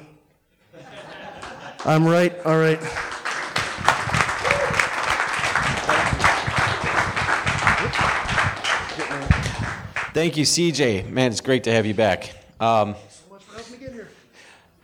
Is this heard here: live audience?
yes